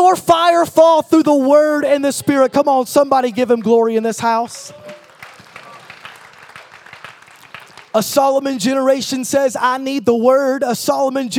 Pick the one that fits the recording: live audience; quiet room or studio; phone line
live audience